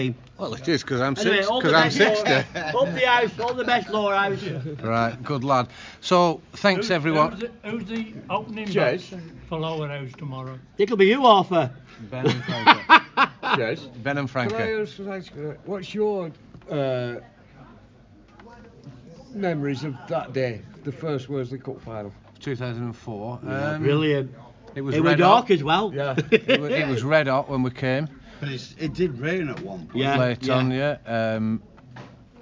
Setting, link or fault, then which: setting, busy venue